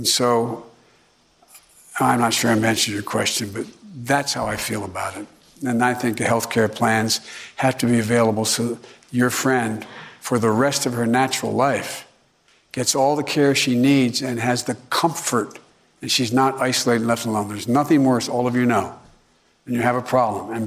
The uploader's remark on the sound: during a live town hall